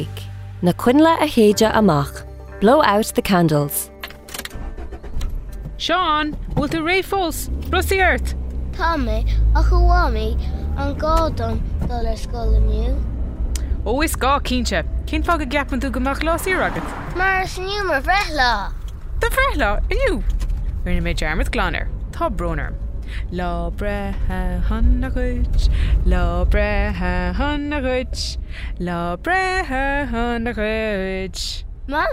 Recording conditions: inside a vehicle